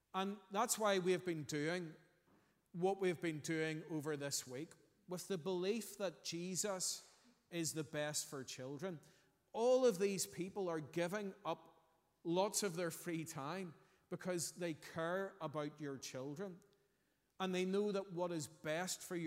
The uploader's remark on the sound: Sunday 27th August 2023 morning service